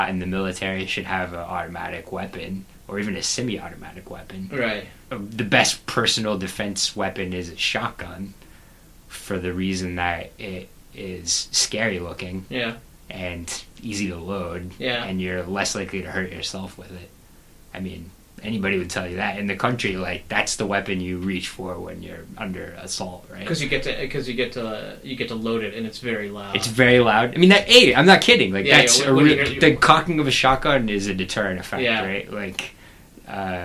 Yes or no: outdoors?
no